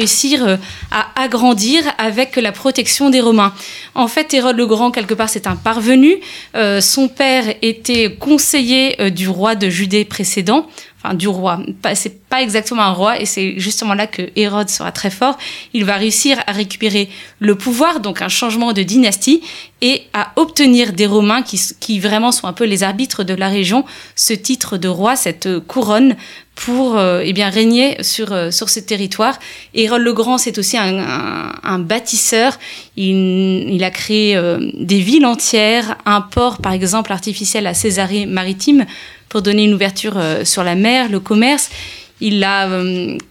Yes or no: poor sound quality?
no